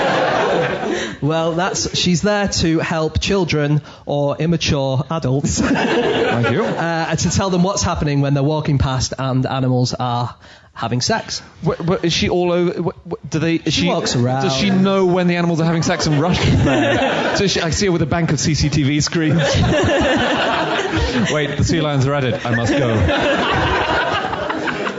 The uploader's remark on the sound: In a special live episode for the Chortle Comedy Book Festival